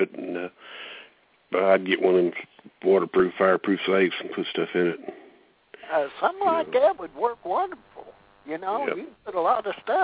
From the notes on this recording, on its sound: Call in show